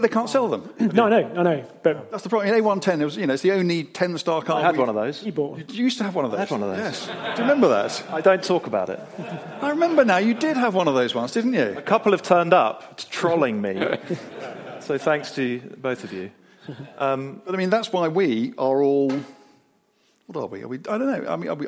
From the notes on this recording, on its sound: The Intercooler's very first live podcast recording. In front of an audience of 120 car enthusiasts at a wonderful venue, Henry's Car Barn near Gaydon.